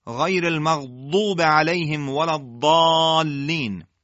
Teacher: اکثر قریب به اتفاق قاریان در دوره اخیر حرف ضاد رو به صورت انسدادی و پرحجم تلفظ میکنن، به عبارتی مثل دال مفخم ادایش میکنن، دال پرحجم.